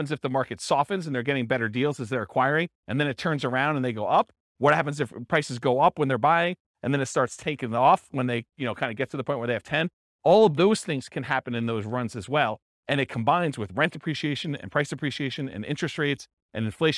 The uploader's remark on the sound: This was a live class recorded